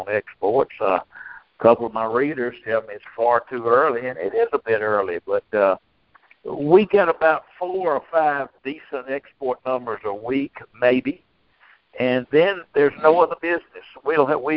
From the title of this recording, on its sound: Monthly Conference Call